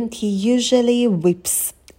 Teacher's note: He usually, he мы произносим потише, побыстрее, не выделяем это слово в предложении.